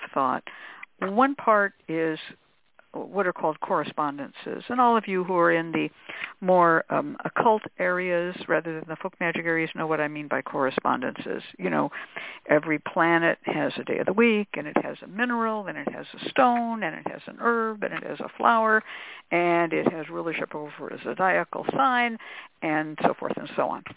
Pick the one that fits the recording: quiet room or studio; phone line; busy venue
phone line